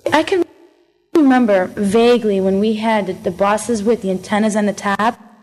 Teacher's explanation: this person is saying the word bus, or on the bus, the way they say boss · Term: Northern City Shift